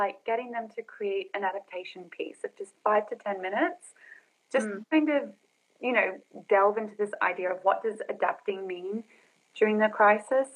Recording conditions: video call